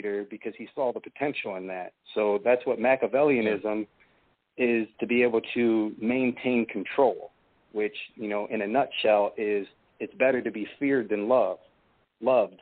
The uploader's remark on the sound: It's a call-in show